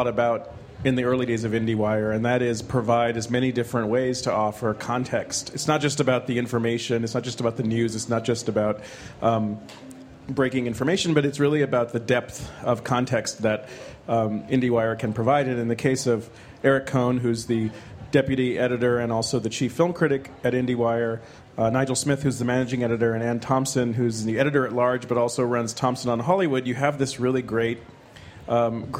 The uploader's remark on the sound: Live from the 2015 Cannes Film Festival